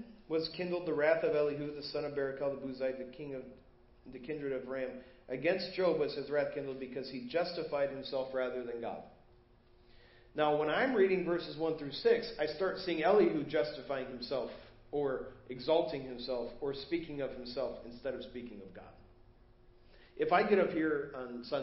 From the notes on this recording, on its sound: Preached at First Baptist Church of Hazel Park